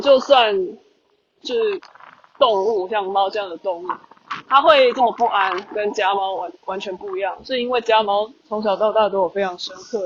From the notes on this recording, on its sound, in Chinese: 馬祖旅行中有感而發，在福正海灘邊散步邊錄音，風聲有點大，請包涵。